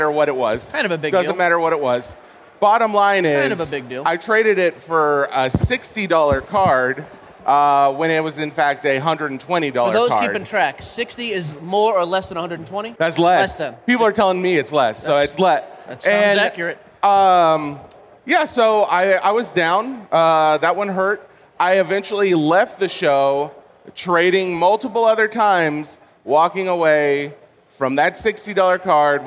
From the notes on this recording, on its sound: live from the main stage of the National Sports Collectors Convention in Chicago, also known as The National.